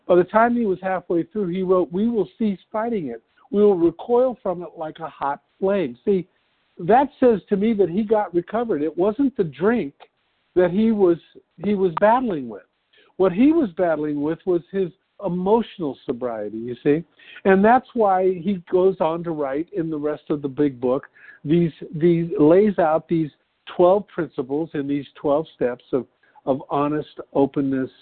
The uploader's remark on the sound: from the 100 Pounders Phone Meeting on 11/5/20